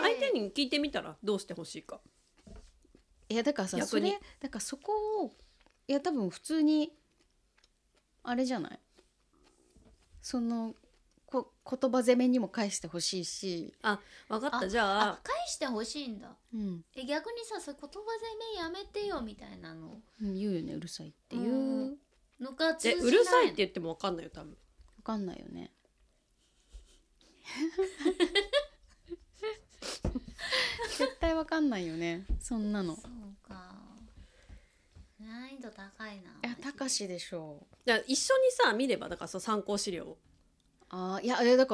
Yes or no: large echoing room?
no